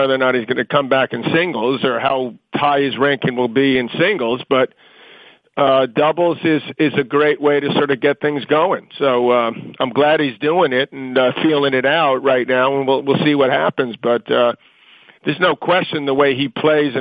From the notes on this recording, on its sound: Wimbledon Conference Call.